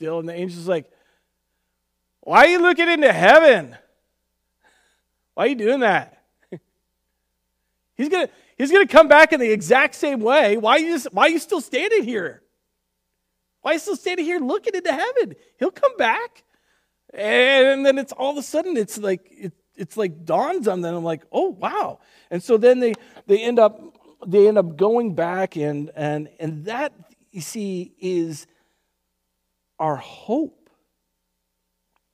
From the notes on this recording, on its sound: Recorded on May 3rd, 2020 at Word of Life Church in Le Sueur, MN. WHOLE SERVICE AUDIO.